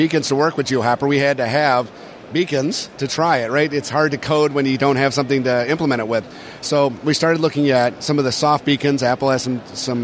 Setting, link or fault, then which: setting, busy venue